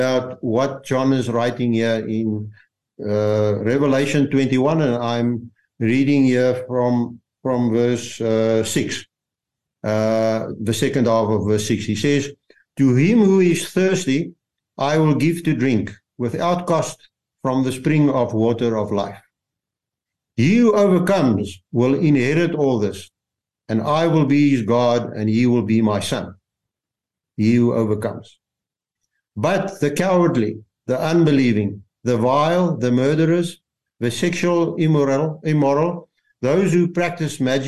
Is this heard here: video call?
yes